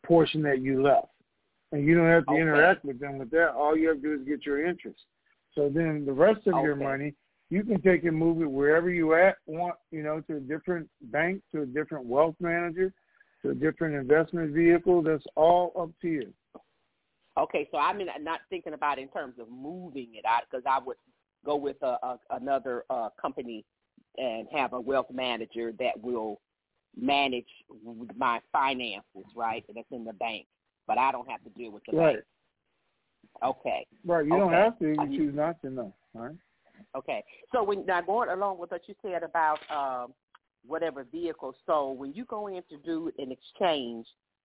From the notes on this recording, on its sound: TNTSuperfantastic Conference Call.